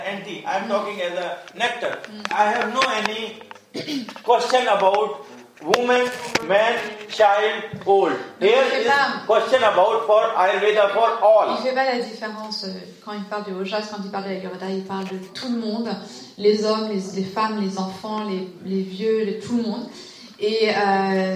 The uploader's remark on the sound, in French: Désolé pour la qualité de l’enregistrement, nous avons fait de notre mieux.